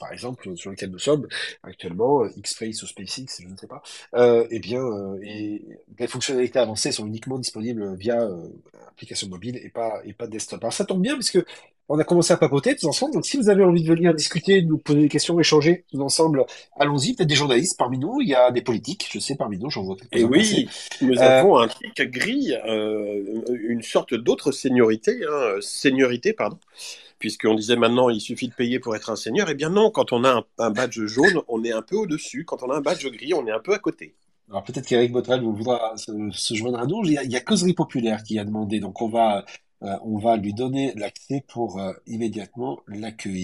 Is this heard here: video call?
yes